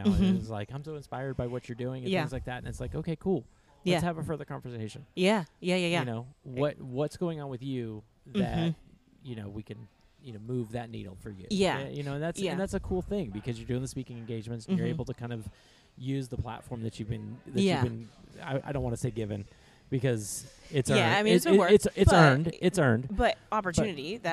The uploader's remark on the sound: LIVE from the CrossFit Games. In Vendor Village of the CrossFit Games.